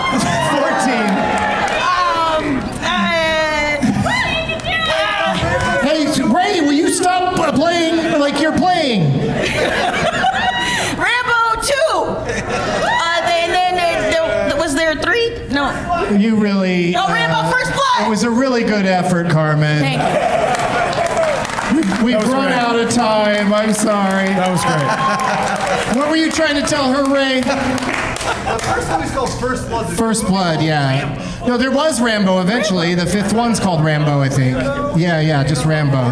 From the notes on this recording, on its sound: Live from the LOL Comedy Club in San Antonio.